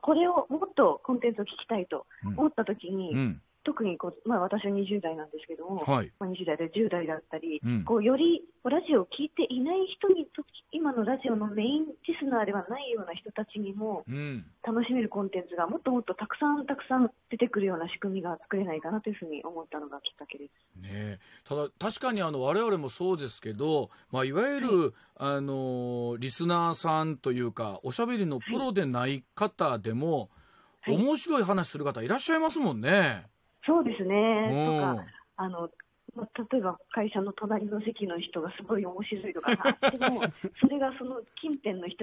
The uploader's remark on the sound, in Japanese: 大阪のスタジオからお届け！電話取材を行っています。